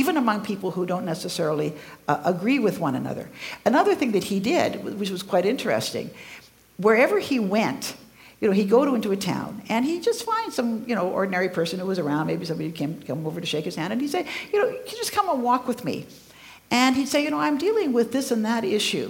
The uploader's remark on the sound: Recorded live at CCVO’s 2018 Connections Conference in Calgary, Alberta.